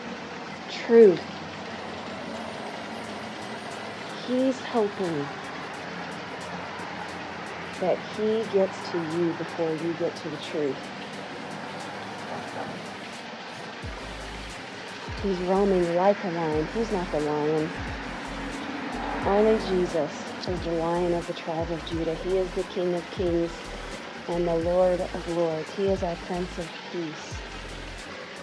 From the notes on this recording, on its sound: with the waterfall in the background & cars zooming by on Main